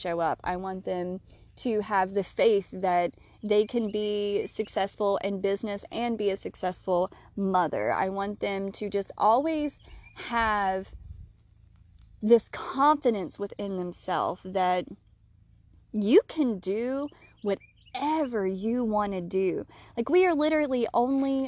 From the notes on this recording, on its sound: I recorded this episode on a whim while laying on my back deck under the sun.